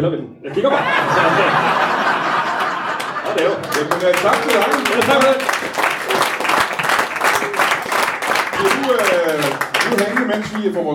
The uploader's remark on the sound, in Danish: LIVE fra Hanstholm Madbar